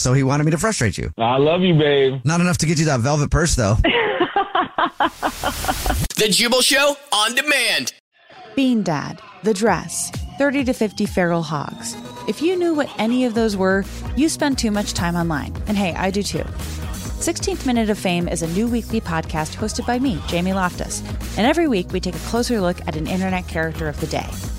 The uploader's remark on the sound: phone prank style